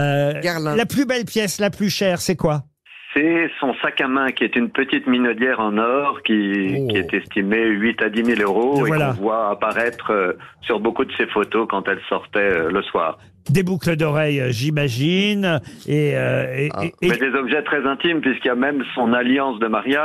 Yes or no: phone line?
yes